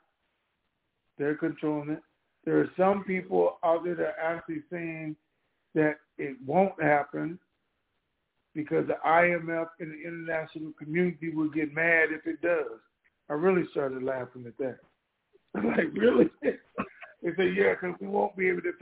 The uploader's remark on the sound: TNTSuperfantastic Conference Call - Wednesday, November 9, 2022